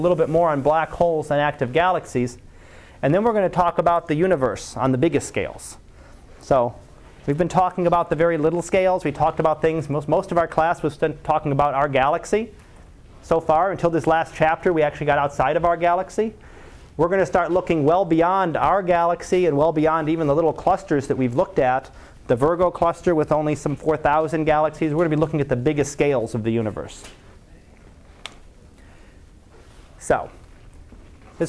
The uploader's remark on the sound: Live Class Lecture.